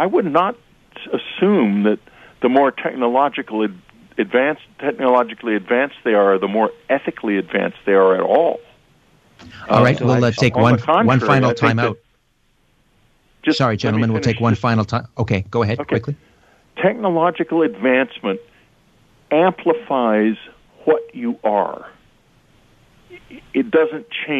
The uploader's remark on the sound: Open phone lines for questions for listeners.